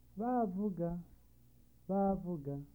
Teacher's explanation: A double high tone which is used to give emphasis on words.